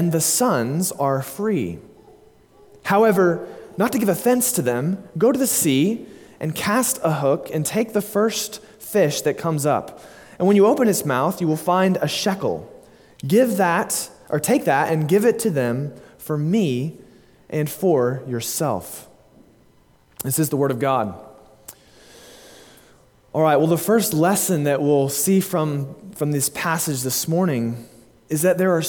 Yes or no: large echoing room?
yes